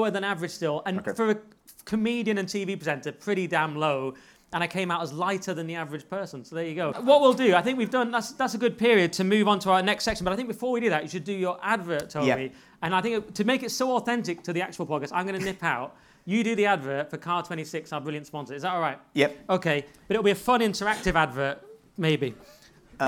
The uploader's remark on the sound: Weekly Sceptic Live 2. We had an amazing sold out show at Lola’s, at the Hippodrome in Leicester Square (the audio doesn’t capture the largeness of the crowd, but trust us, they were there, and they loved it). An audience Q & A, and loads more, in what was a hilarious and very special live show.